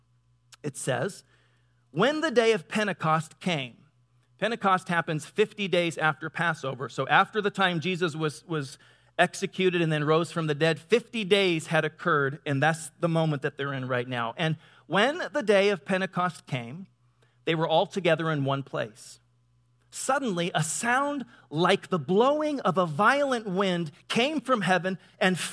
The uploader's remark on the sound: Delivered on 19 November 2017 at Grace Church of La Verne .